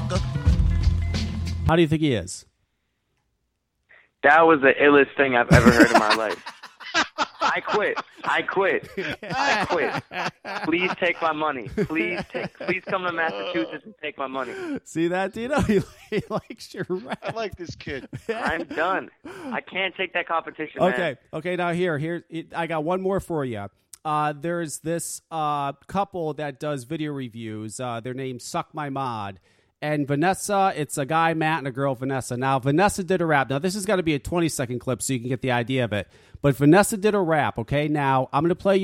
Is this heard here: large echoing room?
no